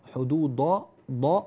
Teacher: الدال صارت قريبة من الضاد، صوت شبيه للضاد وهذا غير صحيح، حدود داء، رقق الدال بارك الله فيك.